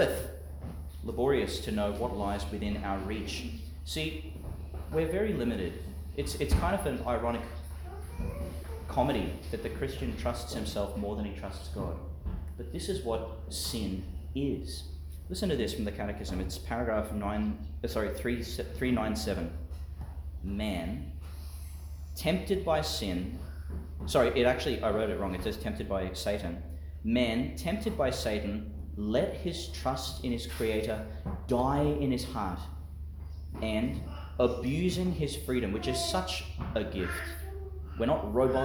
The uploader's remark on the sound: Homily for the Twenty-third Sunday in Ordinary Time, delivered in Our Lady of Mount Carmel, Mt Larcom, Qld.